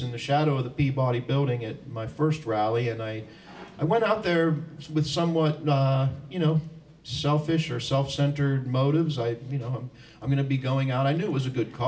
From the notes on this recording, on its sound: Performed live at the April 1, 2023 “Annual Commemoration of the History of Working People” put on by the Pennsylvania Labor History Society and The Battle of Homestead Foundation in Windber, Pennsylvania.